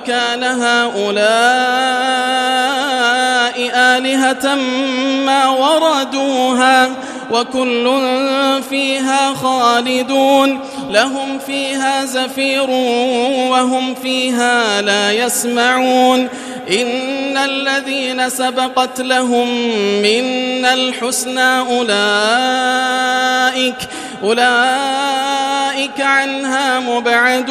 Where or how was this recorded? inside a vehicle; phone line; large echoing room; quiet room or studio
large echoing room